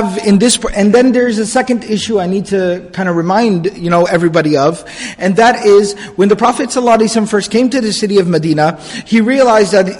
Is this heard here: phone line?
no